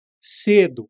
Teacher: É com E mais fechado, mas não tem acento na escrita.